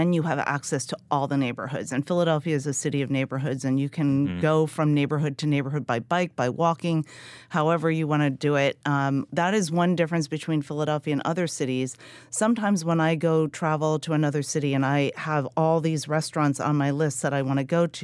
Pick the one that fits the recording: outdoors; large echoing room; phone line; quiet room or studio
quiet room or studio